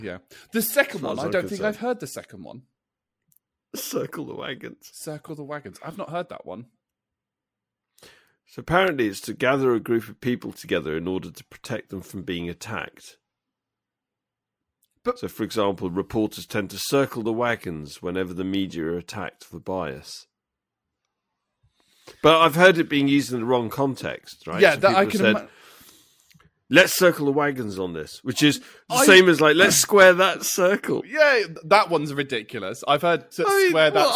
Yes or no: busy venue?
no